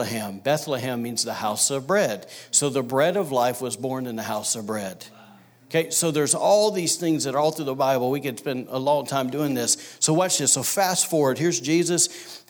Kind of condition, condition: setting, large echoing room